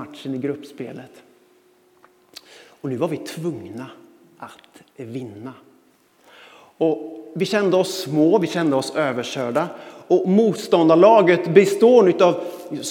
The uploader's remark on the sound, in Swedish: Inspelning från Immanuelskyrkan Skövde.